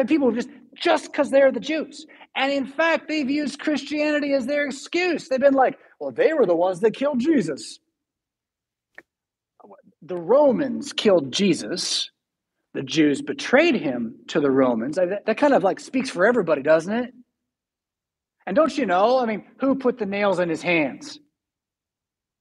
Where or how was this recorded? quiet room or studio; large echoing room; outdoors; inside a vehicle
large echoing room